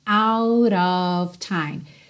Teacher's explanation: Percebe o rarara no T do out, que fica out of, já vai pro of, que se escreve OF, mas sempre soa OV